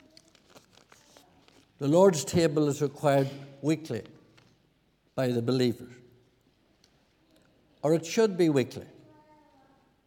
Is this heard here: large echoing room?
yes